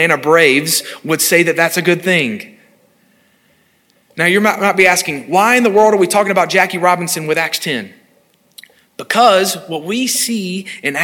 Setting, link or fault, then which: setting, large echoing room